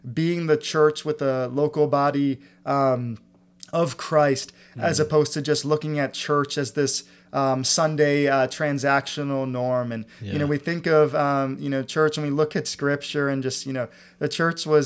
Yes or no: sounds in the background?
no